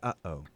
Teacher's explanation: What you just did is a glottal stop. Uh-oh, where the throat closes.